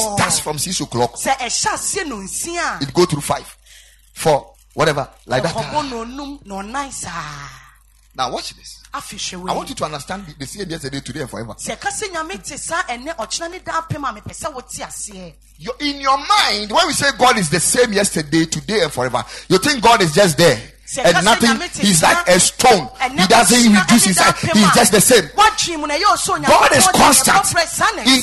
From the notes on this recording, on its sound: Preached at the Ekklesia Chapel